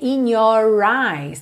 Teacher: De novo aqui, in your eyes. Aqui ele não está falando your, porque ele já está juntando no eyes.